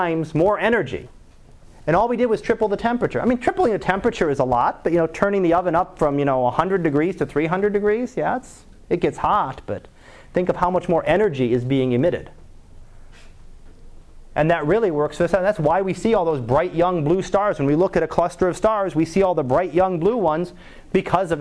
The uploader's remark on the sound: Live Class Lecture.